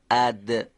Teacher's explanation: دال هم مثل ته دو نقطه انسدادیه، نازک هم تلفظ میشه، اما چون تارهای صوتی رو به ارتعاش در میاره میشه حرف دال. اد. فقط تارهای صوتی رو به ارتعاش در آورد، صدای اون آشکار شد.